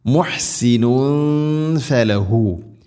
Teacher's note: തൻവീന് ശേഷം ഫ വന്നാൽ ഇഖ്ഫാ ബിഗുന്ന അവ്യക്തമാക്കി മണിക്കണം